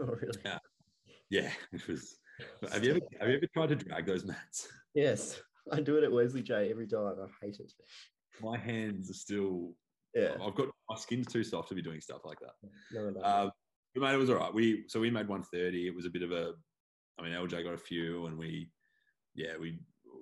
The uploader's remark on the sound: A different sort of episode this week as the podcast was forced onto Zoom.